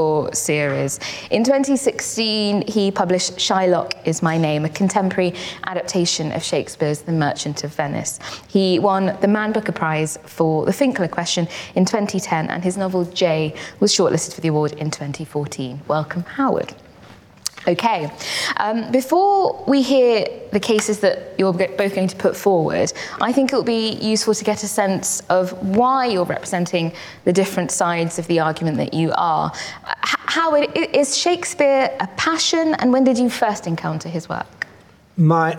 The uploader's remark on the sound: This event was recorded on the 9th of June 2022, at Sotheby's in London